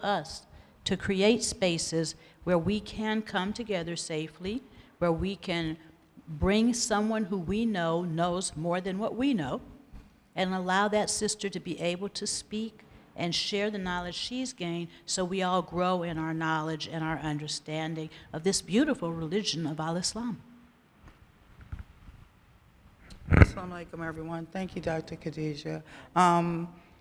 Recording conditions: live audience